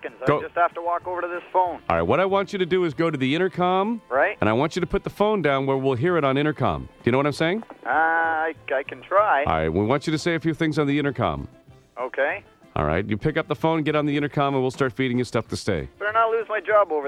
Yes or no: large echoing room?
no